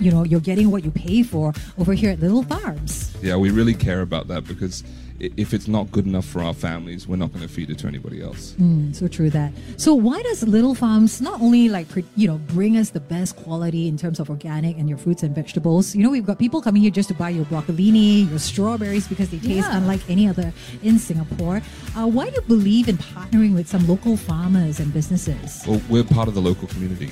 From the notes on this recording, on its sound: Today we broadcasted live from Little Farms at Serangoon and gave out free breakfast and coffee to our brightside buddies!